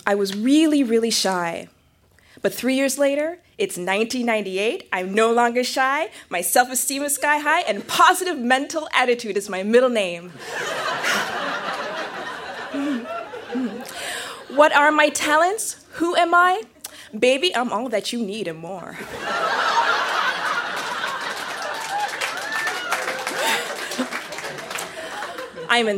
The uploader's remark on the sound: Recorded live at the Kingston Canadian Film Festival. Photos from our Kingston, Ontario event.